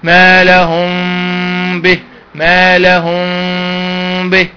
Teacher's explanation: يعني بدون ان يبقى في اعتماد قوي بين الشفتين، لا يكون بس اطباق كده عادي، يعني اطباق خفيف · Term: اطباق الشفتين